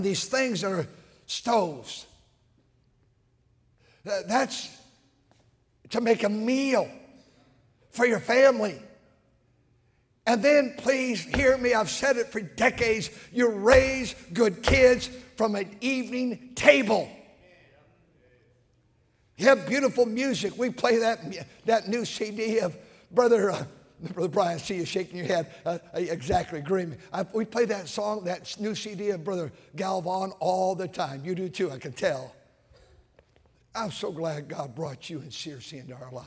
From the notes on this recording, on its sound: during the Sunday Evening service on December 31, 2023, at North Valley Baptist Church in Santa Clara, California